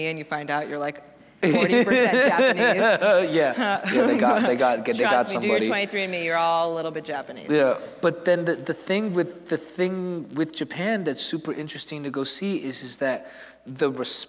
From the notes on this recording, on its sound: It’s our very first live show, Mash-Ups! This program was taped at Scripps College's Garrison Theater as part of its public programming series, Scripps Presents.